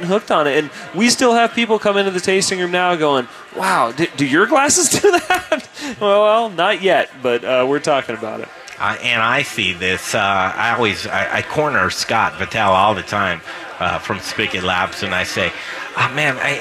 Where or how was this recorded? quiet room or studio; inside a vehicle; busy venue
busy venue